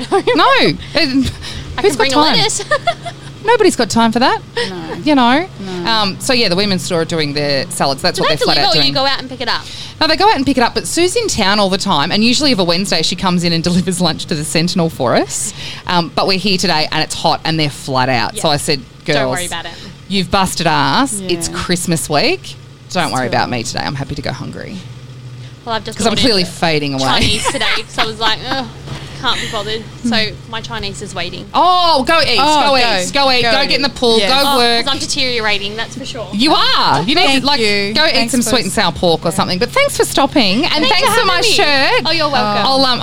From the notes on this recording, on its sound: LIVE from Autopro Robinvale. You have all of the ambience of being out on Bromley Road during construction.